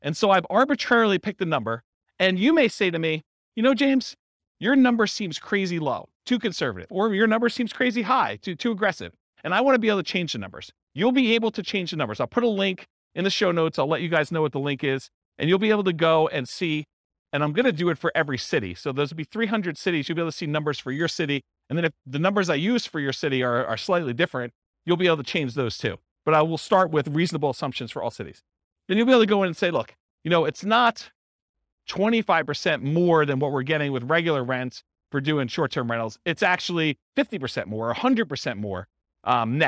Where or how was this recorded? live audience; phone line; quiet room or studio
live audience